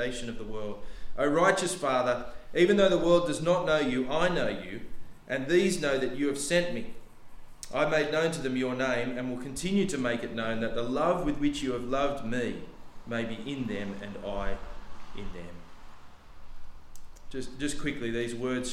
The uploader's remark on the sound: The sermon was preached on 26th November 2023 at all services of Helensburgh and Stanwell Park Anglican Church.